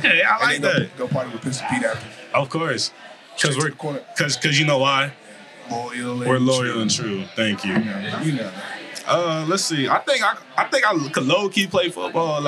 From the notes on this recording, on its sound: Recorded at Eskimo Joe's on Wednesday, November 8, 2023.